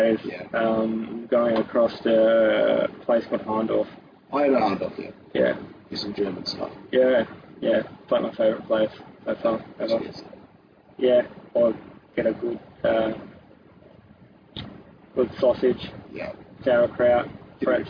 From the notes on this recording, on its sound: Sorry about the audio.